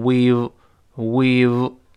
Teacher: 里呢，主语是 we 跟 have 缩略到一块儿，变成 we v e 读成 we'vewe've，最后那个 v 上牙出下唇啊